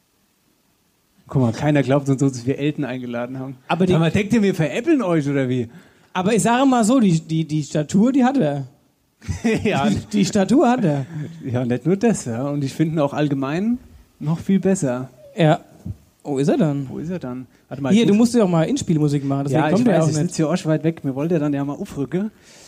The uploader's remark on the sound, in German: Folge 25: Live in Rosbach. Live-Podcast an der Wasserburg.